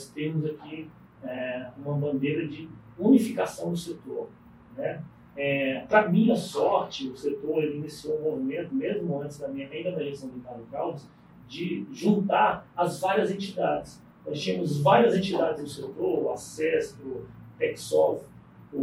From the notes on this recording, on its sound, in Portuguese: Pedimos desculpas pela qualidade do áudio